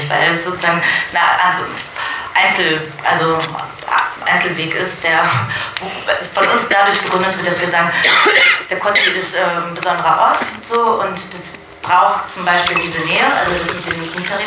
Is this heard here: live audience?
yes